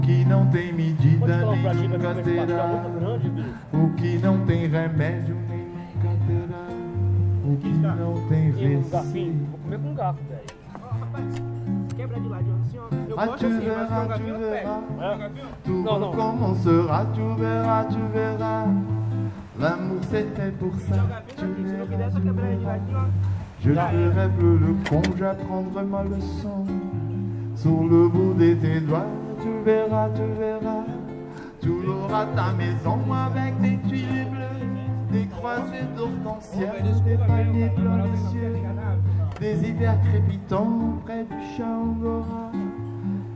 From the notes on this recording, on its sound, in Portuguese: gravação ao vivo no Rest Lua e Mar na Ilha Grande - RJ